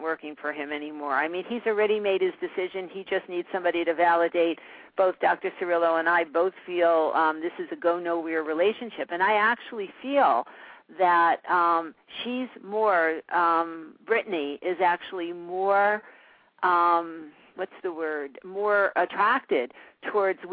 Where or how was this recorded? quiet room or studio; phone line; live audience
phone line